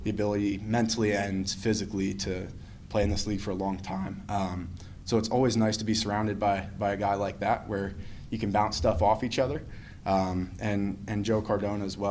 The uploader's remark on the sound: postgame press conference